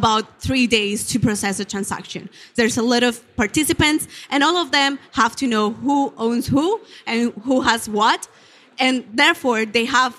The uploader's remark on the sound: This Keynote was held at the ITCS FFM 2019.